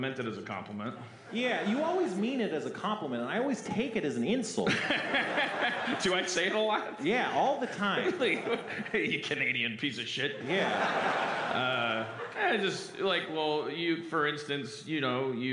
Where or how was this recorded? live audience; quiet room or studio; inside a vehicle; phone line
live audience